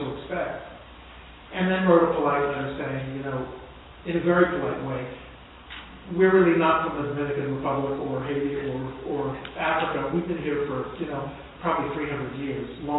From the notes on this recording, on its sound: broadcast Live From Long Island University at The 150th Emancipation Proclamation Celebration